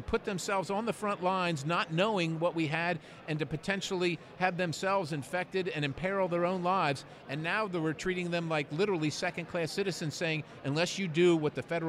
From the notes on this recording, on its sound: Join “The Daily Signal Podcast” at the Conservative Political Action Conference in Orlando, Florida.